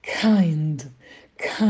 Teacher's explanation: Дальше дайте больше аспирации звука к